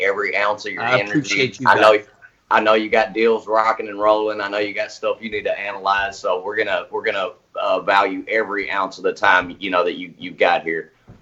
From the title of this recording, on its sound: Live Call